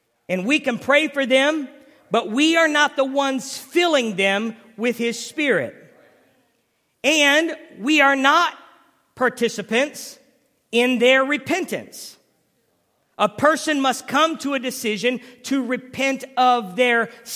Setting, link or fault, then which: setting, large echoing room